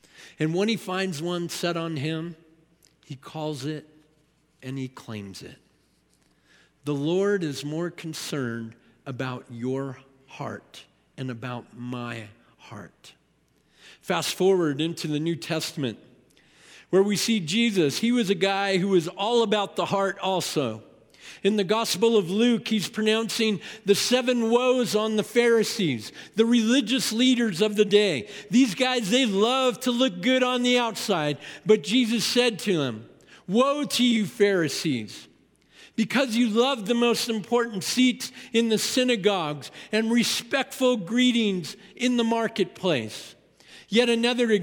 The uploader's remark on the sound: At Timberline Church. Live.